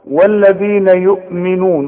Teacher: والذال طلع لسانك فيها